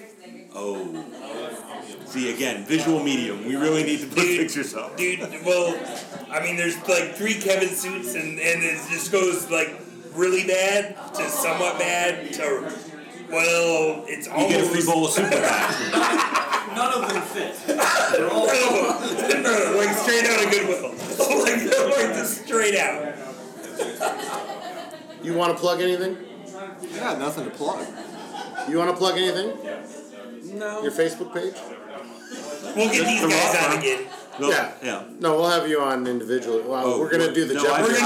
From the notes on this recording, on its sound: This is a live episode. Sound quality is not optimal so be warned.